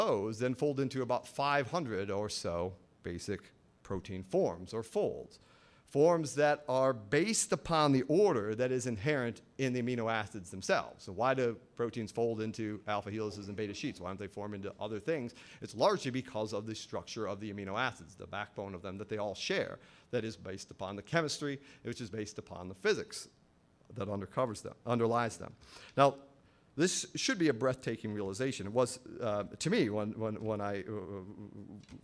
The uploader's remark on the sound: At Franciscan University. During the Science and Faith Conference in December of 2011.